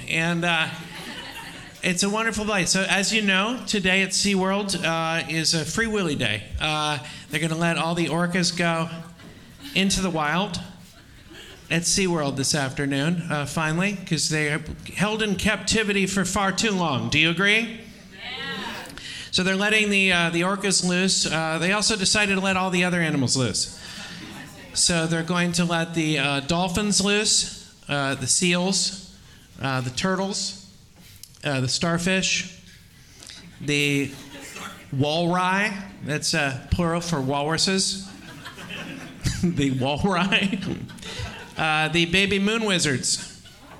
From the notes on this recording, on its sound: Recorded Live in San Diego.